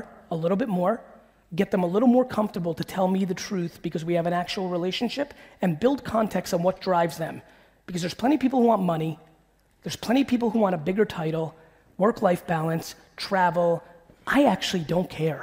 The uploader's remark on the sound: a throwback keynote from 2018